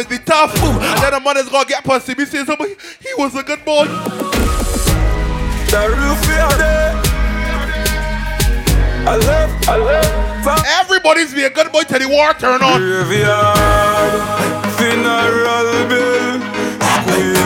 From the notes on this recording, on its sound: LIVE AUDIO LEVEL UP FRIDAYS - POWERED BY MADDD & BADDD LIQUIDO COCKTAIL BAR, WATER STREET BARBADOS